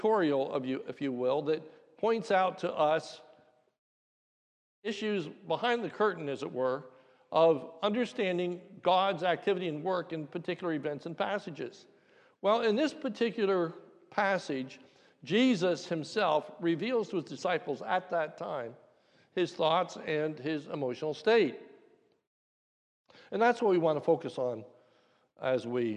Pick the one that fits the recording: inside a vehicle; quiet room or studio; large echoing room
large echoing room